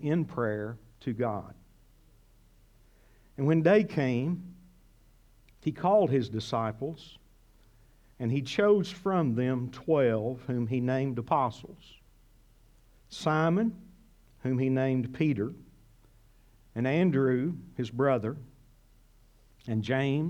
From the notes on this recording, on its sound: This sermon was originally preached at CCC